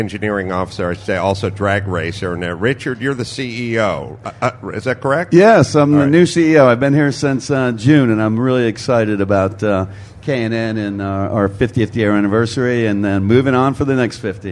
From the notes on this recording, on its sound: live in the K&N Booth at SEMA